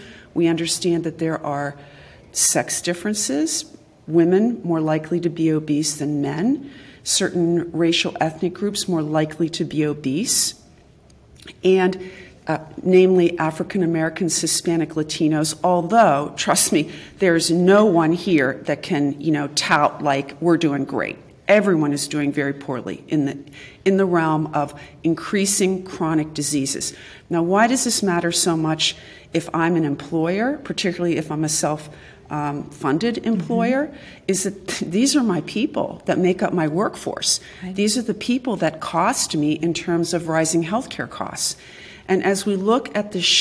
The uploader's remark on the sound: For the next few episodes, we'll be coming to you LIVE from this year's YouPowered Symposium in Miami.